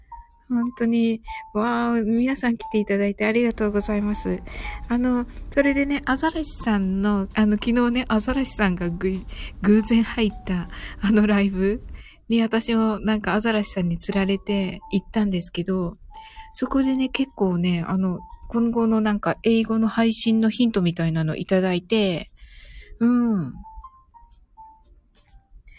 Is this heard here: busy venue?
no